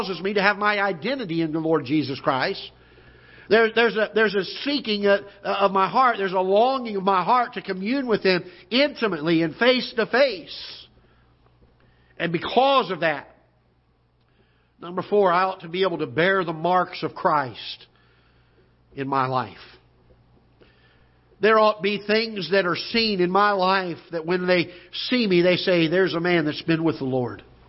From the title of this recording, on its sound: Ketha Heights Baptist Church ~ Live Broadcast